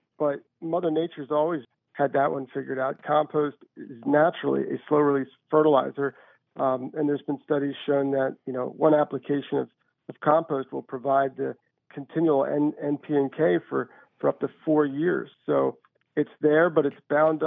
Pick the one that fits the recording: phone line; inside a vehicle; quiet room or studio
phone line